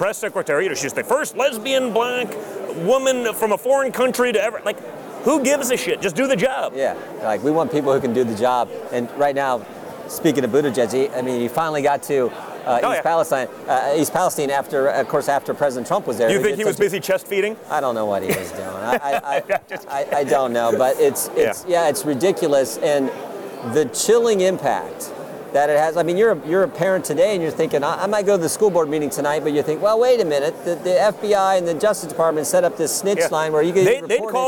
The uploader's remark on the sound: LIVE FROM CPAC